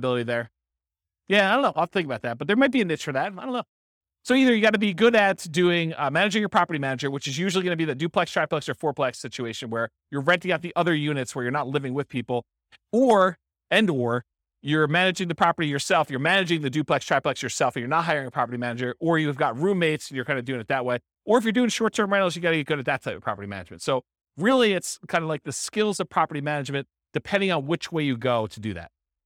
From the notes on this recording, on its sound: This was a live class recorded